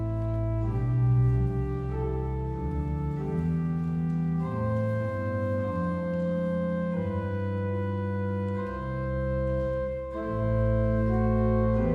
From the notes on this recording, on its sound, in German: Live-Gottesdienst aus der Auferstehungskirche in Traunstein